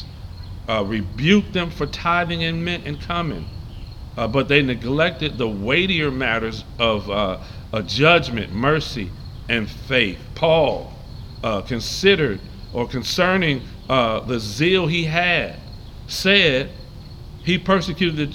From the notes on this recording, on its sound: Live from the Veterans Memorial Park in Saint Clair Shores MI.